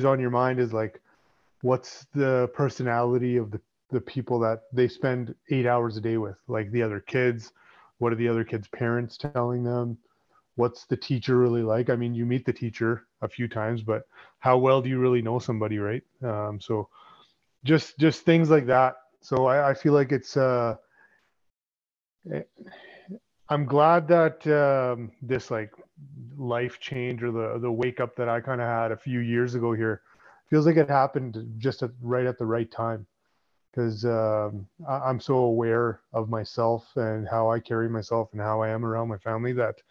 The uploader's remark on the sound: catch up over zoom